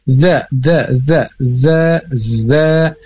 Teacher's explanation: Ini sama dengan koreksi sebelumnya, yaitu tertukar antara huruf da dan juga zai, di mana ini jelas makhrajnya mempunyai makhraj yang berbeda. Zai itu ujung lidah mendekati gusi atas.